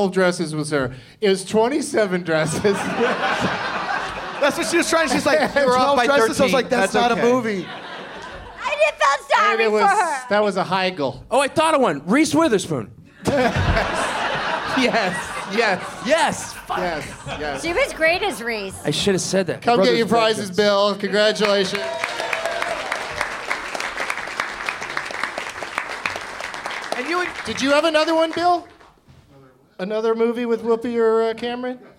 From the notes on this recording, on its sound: Live from the Gateway Theatre in San Francisco as part of SF Sketchfest